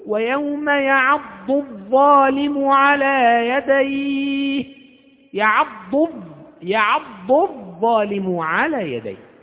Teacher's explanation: ثم اللام هذه لام شمسية فتضغم في الظاء، فصارت الضاد تنطق بعدها الظاء مباشرة، الألف لا تنطق لأنها همزة وصل. واللام لام شمسية تدغم في الظاء · Term: بيان الضاد من الظاء